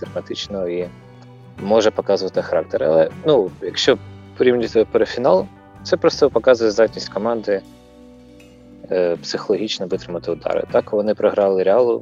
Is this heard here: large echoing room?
no